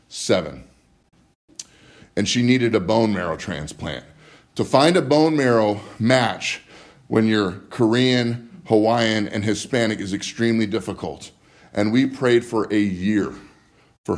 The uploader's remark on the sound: Live From Living Word Lutheran Church